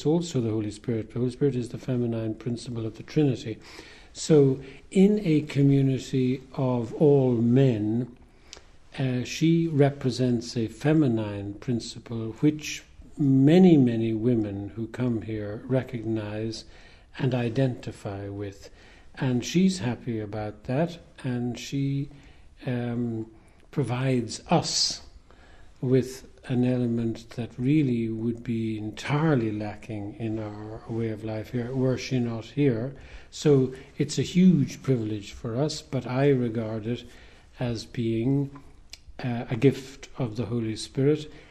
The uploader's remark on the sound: A special Christmas programme recorded at the beautiful and world famous Glenstal Abbey.